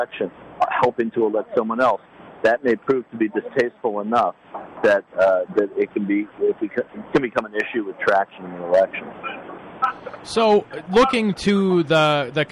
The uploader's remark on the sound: Live from DNC In Philadelphia